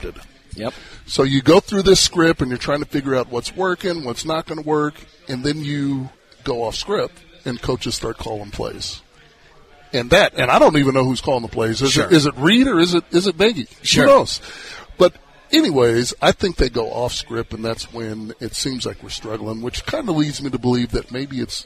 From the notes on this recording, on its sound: LIVE from Hollywood Casino!